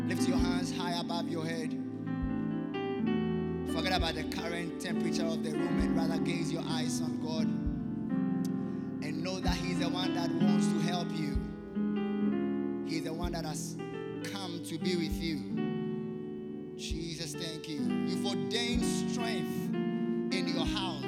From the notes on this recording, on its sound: Preached At The First Love Centre, Accra, Ghana